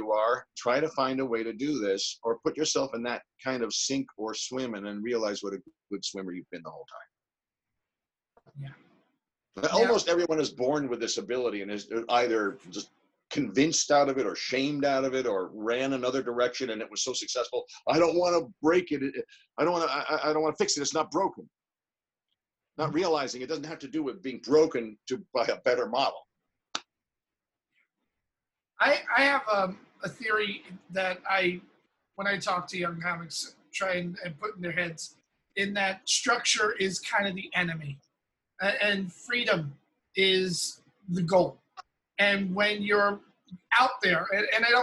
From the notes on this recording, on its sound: He dropped into the Zoom room